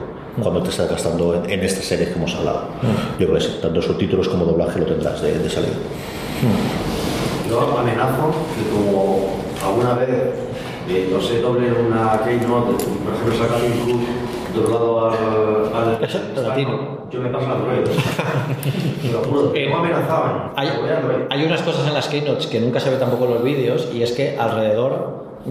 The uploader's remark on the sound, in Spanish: FDS en Directo. En un programa especial en directo en el Aula de Ámbito Cultural de EL Corte Inglés de Elche, dentro de la programación de la 41ª Edición del Festival Internacional de Cine de Elche.